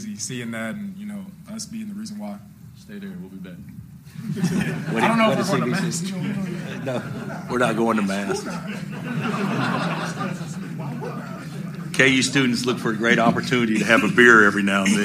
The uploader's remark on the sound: Postgame Audio From Kansas Elite Eight Win Over Miami. Hear the full post-game press conference.